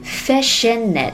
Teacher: fish 和 in 和 it 都可以连起来说 fish in it 。 it 里面的字母 t 其实停一拍不发声是完全可以的， fish init。所以整个句子连起来就是 There are all kinds of fish